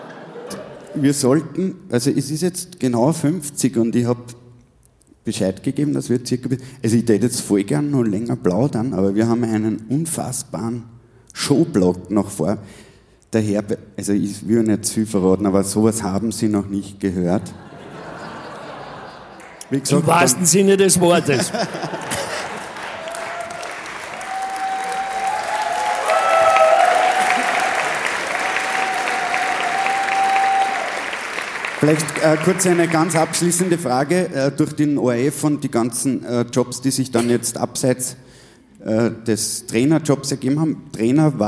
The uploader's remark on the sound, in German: Auf dem roten Stuhl LIVE SHOW.